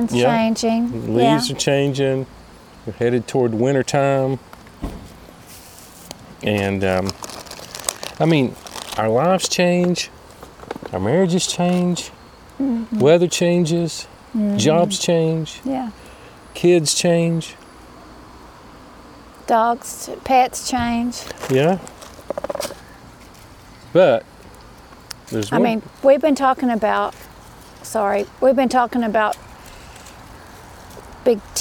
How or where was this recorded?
outdoors